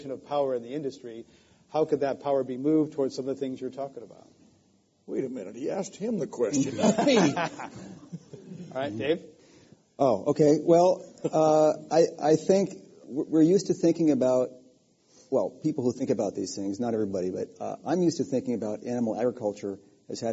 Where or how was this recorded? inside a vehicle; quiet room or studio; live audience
live audience